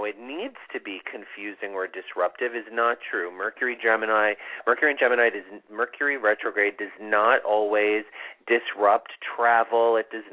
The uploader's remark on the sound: It's a call in show!!!